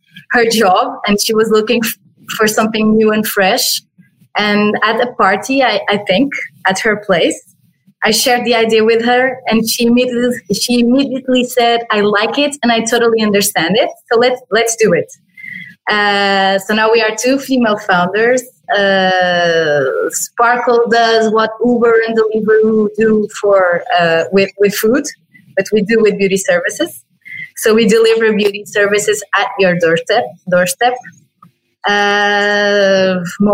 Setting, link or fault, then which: link, video call